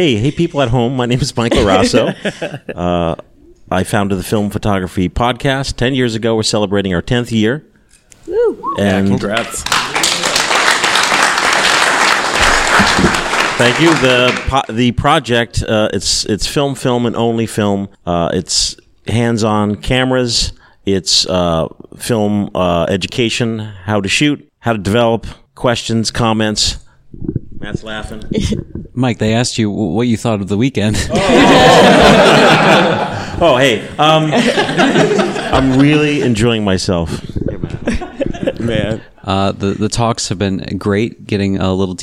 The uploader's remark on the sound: Live from the FILM PHOTOGRAPHY PAIDEIA. Our live round table discussion from the 2nd annual Film Photography Paideia.